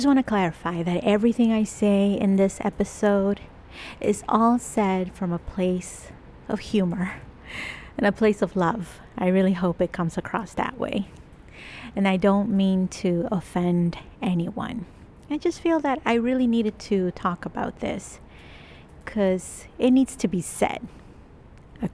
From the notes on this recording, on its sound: I recorded this episode outside over at my secret favourite place in Toronto. There is some traffic sounds, pedestrians and lots of wet snow sounds too! I kept pacing back and forth so you hear me catching my breath a lot - oops!